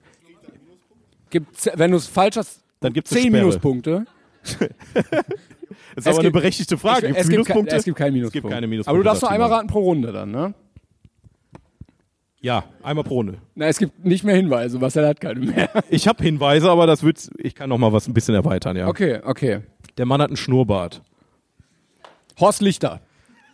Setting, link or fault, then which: setting, live audience